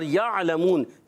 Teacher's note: عین کو ادا کریں گے حلق کے درمیان والے حصے سے، ٹھیک ہے. اور لام پر زبر ہے، حرکت ہے، نہیں کھینچیں گے.